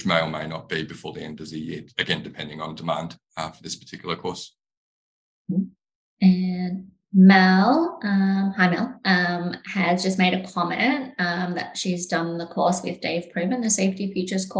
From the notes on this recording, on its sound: a recorded webinar